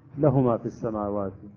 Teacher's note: له ما في السماوات وما في الأرض، لا نقرأ له ما في السماوات، له ما في السماوات هي اختلاس، يعني ننقص من مد حركة الواو التي جاءت خلال الهاء المضمومة